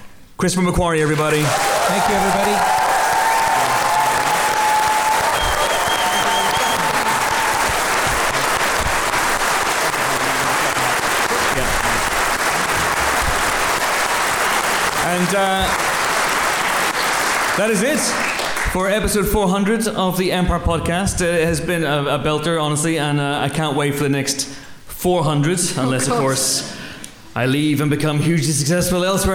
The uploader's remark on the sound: Live From Kings Place. At our spiritual home of Kings Place, London, in front of a sold-out audience. Take some audience questions.